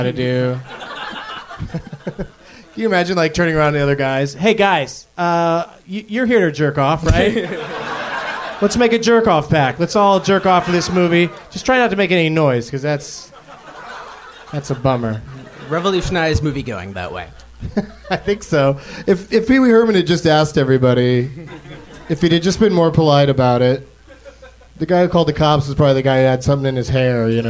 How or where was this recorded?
live audience